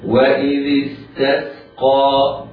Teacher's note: السين في كلمة استسقى سينان ساكنتان، على القارئ أن يحترز من تفخيمهما، وإنما ينطقهما ينطق كل منهما سينا ساكنة مرققة، فلا يفخمها حتى لا تبدل صادا